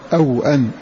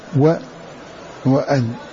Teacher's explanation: فإذا قوله أو أن زد الهمزة كوفيون قرأوا أو أن بزيادة همزة مفتوحة قبل الواو مع تسكين الواو فتكون قراءة غيرهم بحذف الهمزة وفتح الواو